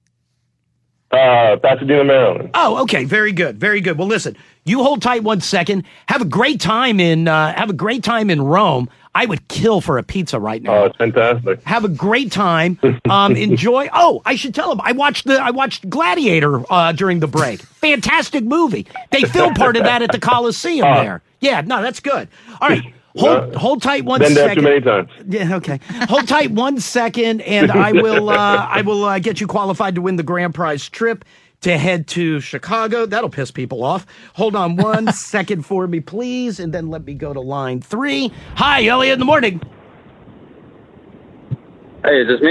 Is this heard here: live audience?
no